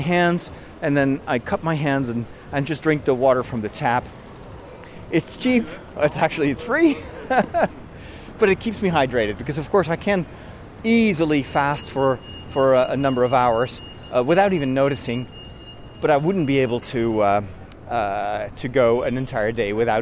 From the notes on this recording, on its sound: I walk from Leadenhall Market over the London Bridge to Borough Market